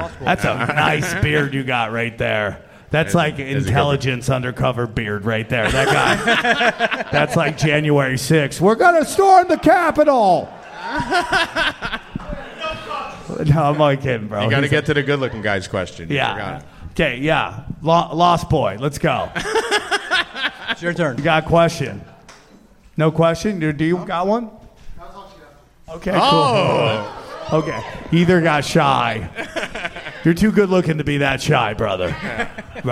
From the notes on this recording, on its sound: recorded at the Dojo Of Comedy in Morris Plains, New Jersey.